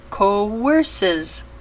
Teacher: The first vowel of the sequence is long O, so the W part needs to be used to make it sound like coerces.